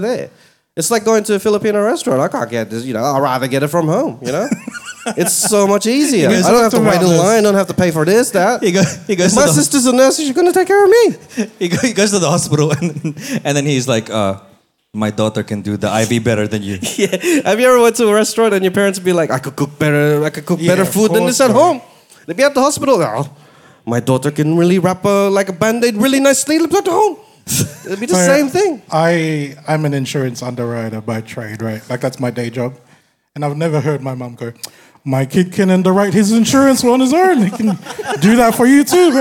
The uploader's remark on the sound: We are at the 1st Sydney UbeFest by 7000 Islands. The guys have a live audience.